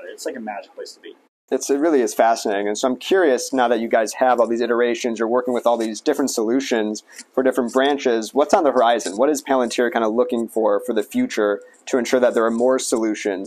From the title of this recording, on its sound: Live from RNDF22